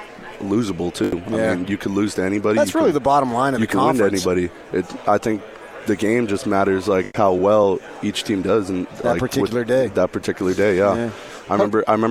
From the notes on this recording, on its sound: at Pac-12 Media Day